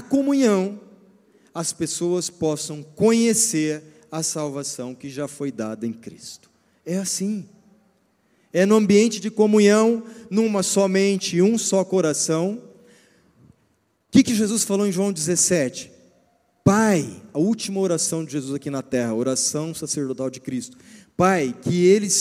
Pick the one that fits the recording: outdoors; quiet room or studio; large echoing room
large echoing room